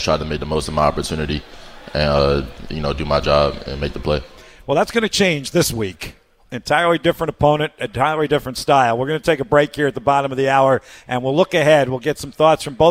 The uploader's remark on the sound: from our new radio show home, Buz and Ned's Real Barbecue on West Broad Street.